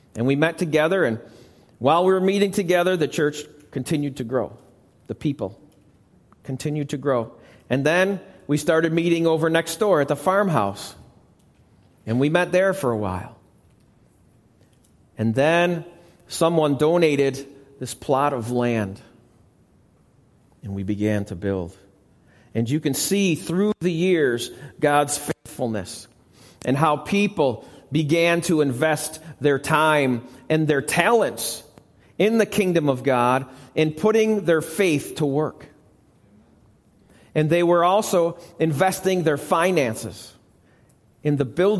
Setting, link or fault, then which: setting, large echoing room